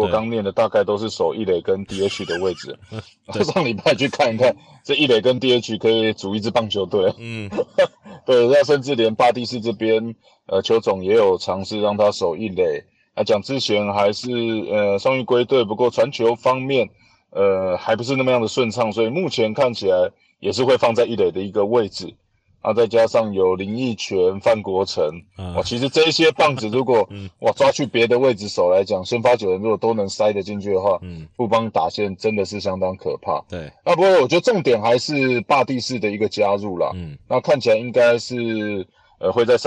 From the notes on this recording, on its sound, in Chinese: 在車上錄音 音質有些狀況 請大家見諒